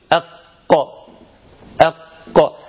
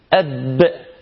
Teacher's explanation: فعرفنا إن مخرج الباء بيخرج من الشفتين · Shown in: second take